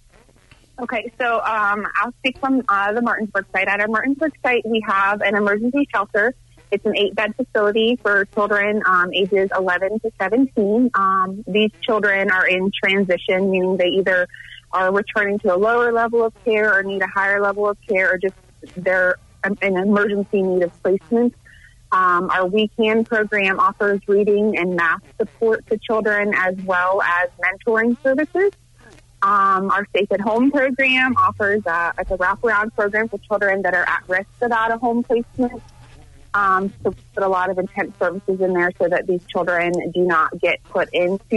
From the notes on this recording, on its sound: called